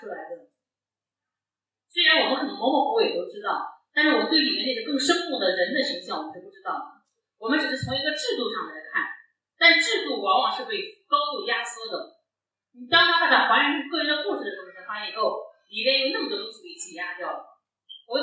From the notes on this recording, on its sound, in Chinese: 现场特辑。本次节目属于现场临时录制， 音质较差请谅解。